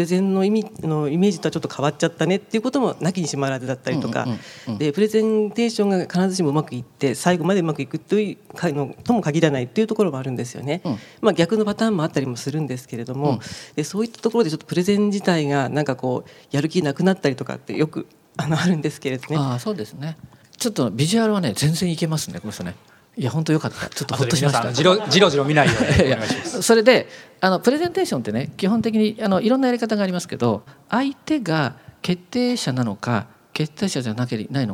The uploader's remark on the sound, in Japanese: アップルストア銀座・公開収録。